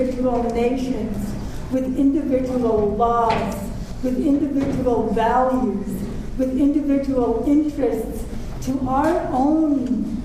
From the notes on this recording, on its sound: Part 2 Q&A. Audio of this speech is available courtesy of an audience member.